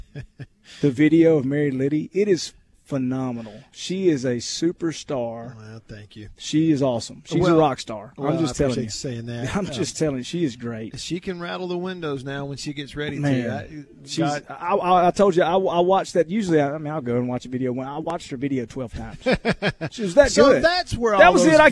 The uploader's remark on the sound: LIVE from DeViney Equipment in Madison